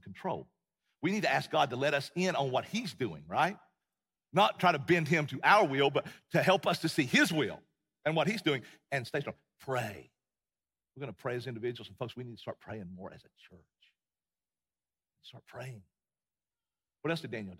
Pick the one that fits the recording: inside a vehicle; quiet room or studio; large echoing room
large echoing room